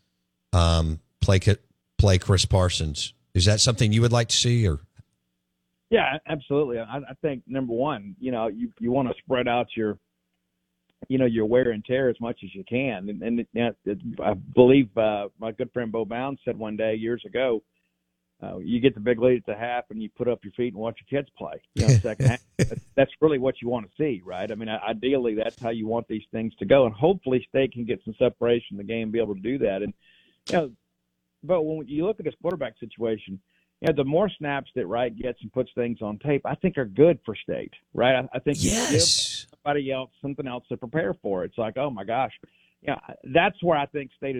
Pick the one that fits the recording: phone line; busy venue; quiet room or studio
phone line